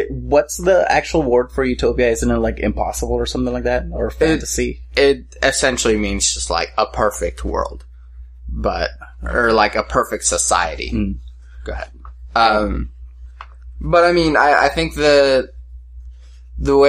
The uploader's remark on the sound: Sorry about the slight hum in the audio